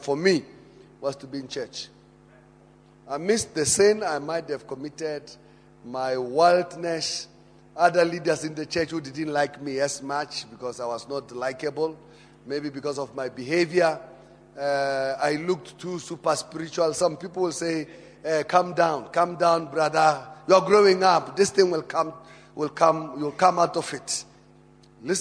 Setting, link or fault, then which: setting, large echoing room